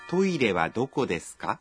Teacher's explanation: Quand nous posons des questions en japonais, nous ajoutons habituellement « ka » à la fin des phrases et nous les disons en haussant l'intonation